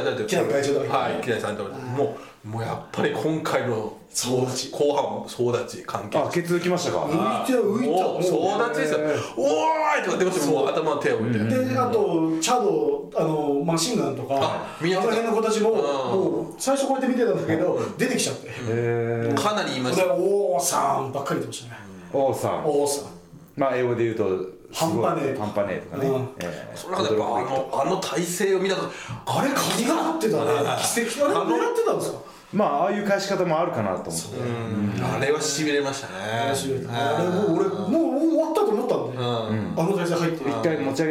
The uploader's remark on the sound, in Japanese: 今回、機材と環境の影響で極めて音声がききづらい場合があります。